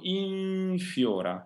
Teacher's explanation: An N followed by an F will be pronounced in the same position where the F is made. That means the upper teeth against the lower lips.